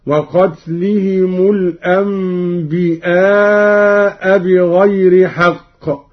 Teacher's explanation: قرأ قالون بهمز الياء